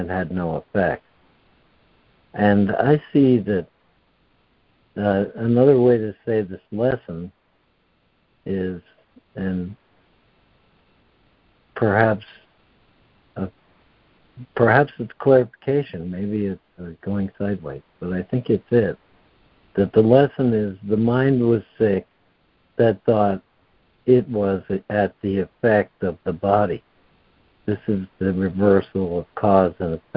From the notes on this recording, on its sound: ACIM Daily Conference Call